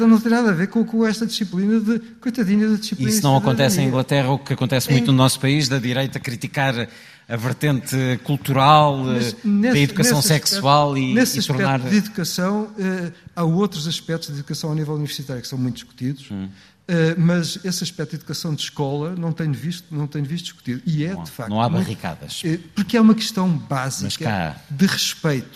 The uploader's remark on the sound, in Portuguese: uma conversa no Festival Fólio, de Óbidos